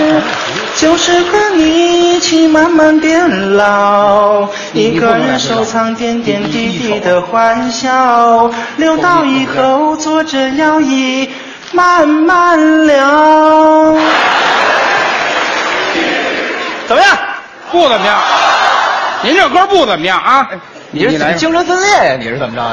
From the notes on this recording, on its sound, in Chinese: 在《欢乐喜剧人》舞台上表演的节目